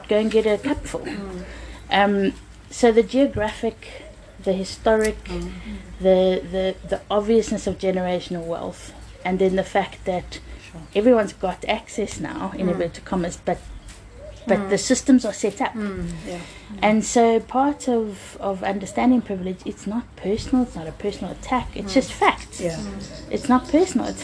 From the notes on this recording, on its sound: We recorded these outside because of Covid and so please enjoy the garden life sounds